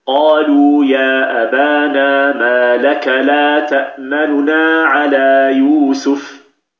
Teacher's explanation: خطف الحركة والإسراع بها حتى يذهب بعضها · Term: الاختلاس